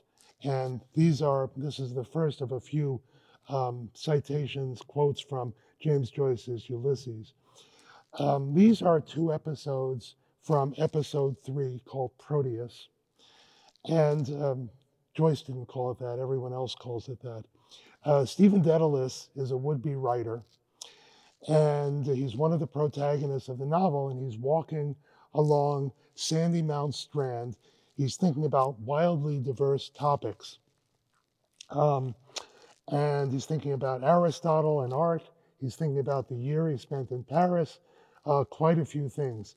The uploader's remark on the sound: This lecture was given on March 8, 2023 at Vanderbilt University.